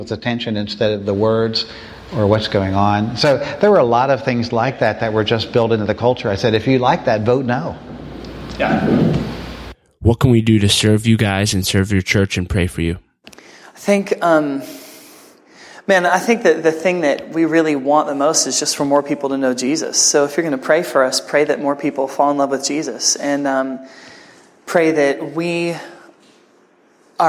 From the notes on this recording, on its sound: you'll hear their Q&A session from the breakfast